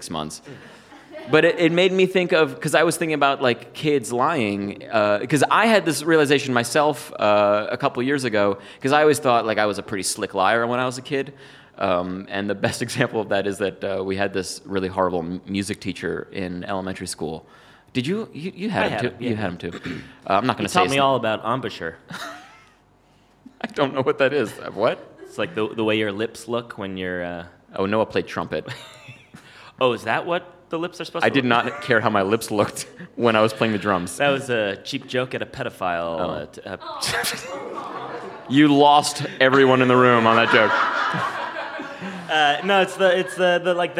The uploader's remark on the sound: "piffle!" is recorded live at the Comedy Café Berlin in Berlin, Germany.